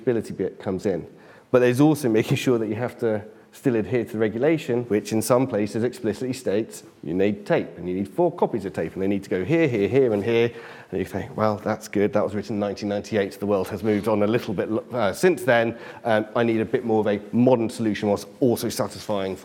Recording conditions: live audience